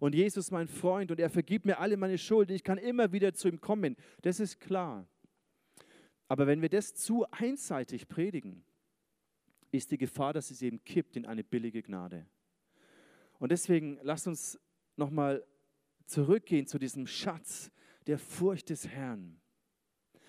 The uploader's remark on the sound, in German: Sonntagsgottesdienst. ICF-Nürnberg.